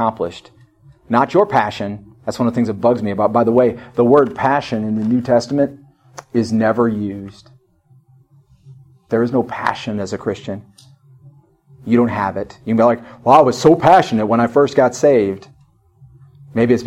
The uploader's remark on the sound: In this service from New Heights Fellowship Baptist Church of East Toledo